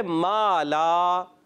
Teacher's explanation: دونوں میں ما اور لا یہ دونوں حرف باریک ہیں تو اس کے بعد والا الف بھی ہم نے باریک پڑھا